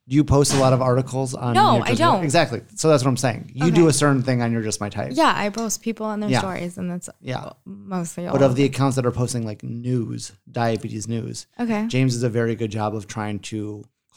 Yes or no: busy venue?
no